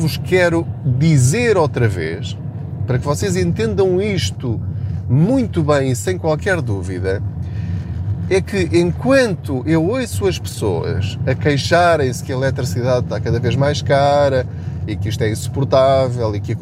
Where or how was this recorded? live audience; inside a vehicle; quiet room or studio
inside a vehicle